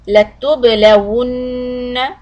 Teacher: hold the noon shadda and don't stretch the fatha